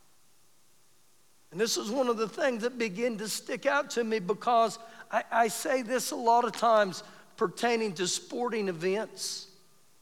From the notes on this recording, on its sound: Recorded live during our Wednesday night service